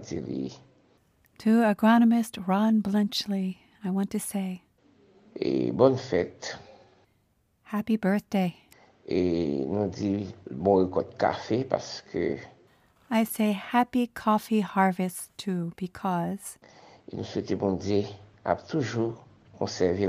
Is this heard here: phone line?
no